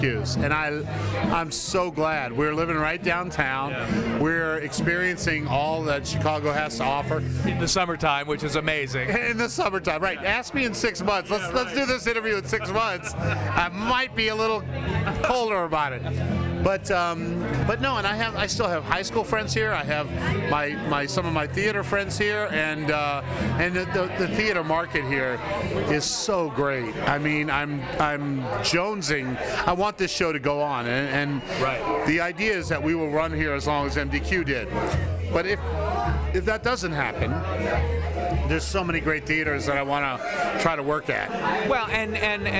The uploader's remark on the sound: Recorded live in Pippin’s Tavern in Chicago.